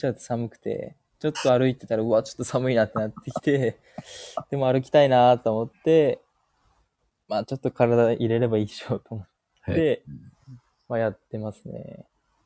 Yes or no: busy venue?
no